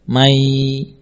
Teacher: Namun ketika ada nun sukun dimasukkan ke dalam ya, diidghamkan, maka sifat gunnah pada nun terserap pada huruf ya.